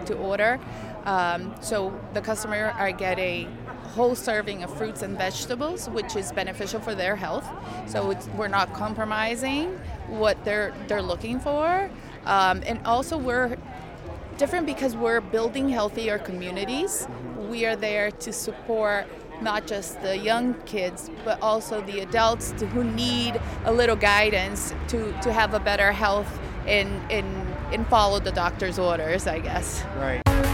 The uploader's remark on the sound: LIVE Day 3 from the IFA 2024 National Convention in Phoenix, AZ. Directly from the convention floor.